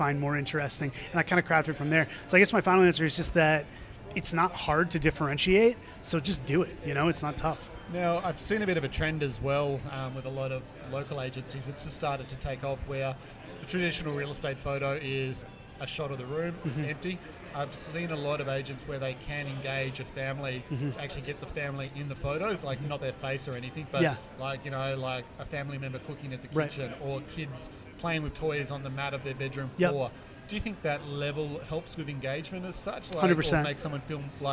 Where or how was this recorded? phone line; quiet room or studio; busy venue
busy venue